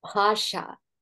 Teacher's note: There's a little bit more aspiration on it.